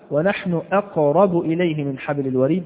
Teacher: فأقرب وحبل كلاهما ما قبلها كان ماذا؟ كان مفتوحا، فتكون القلقلة هنا قريبة إلى الفتح